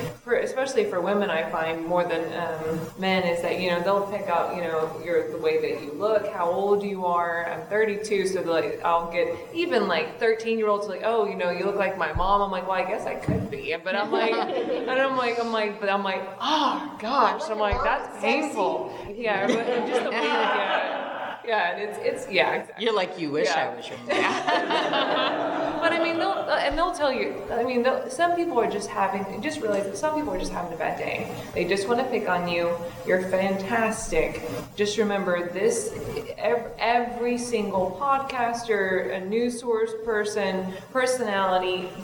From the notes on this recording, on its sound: Women in Podcasting Panel (Houston Comicpalooza).